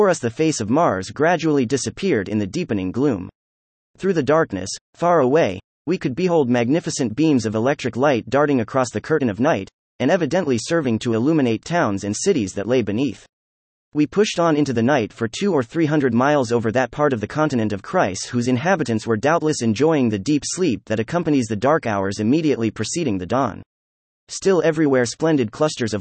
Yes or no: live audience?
no